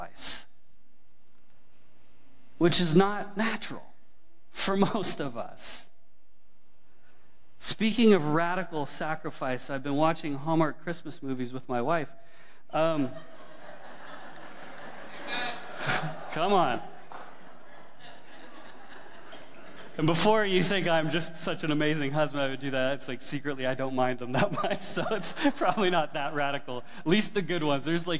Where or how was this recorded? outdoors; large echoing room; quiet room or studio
large echoing room